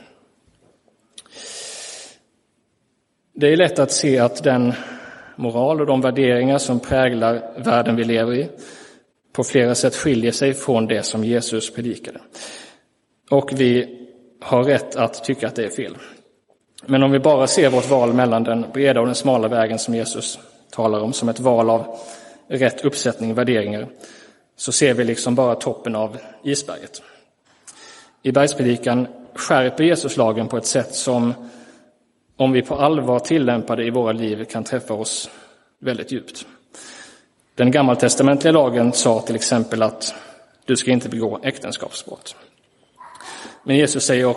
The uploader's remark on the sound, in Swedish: Inspelad i Roseniuskyrkan den 30 juli 2023.